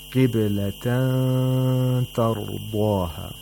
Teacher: We have to approximate the place of articulation of ta, and at the same time make a nasal sound for two vowel counts. · Term: إِخْفَاء